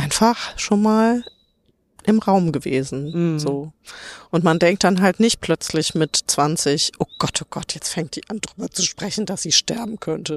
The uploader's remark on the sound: live auf dem Friedhof!